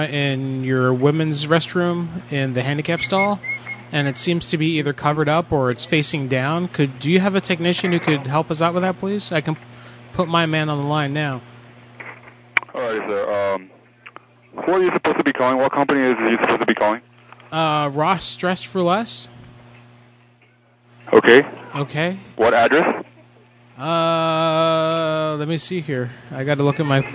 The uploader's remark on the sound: Prank call. A hilarious call from corporate in which he gets a customer to walk off with a clerk’s name tag and phone.